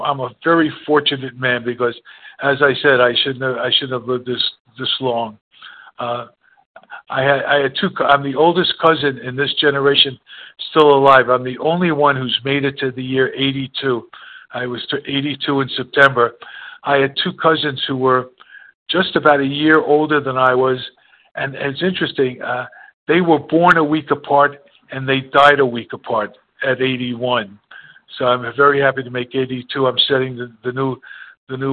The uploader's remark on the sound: 100 Pounders Phone Meeting